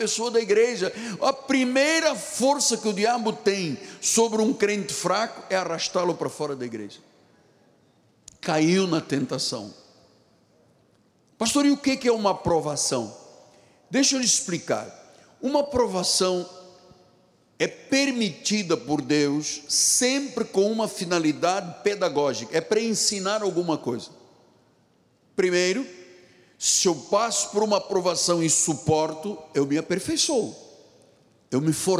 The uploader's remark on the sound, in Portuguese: Culto gravado na Igreja Evangélica Cristo Vive.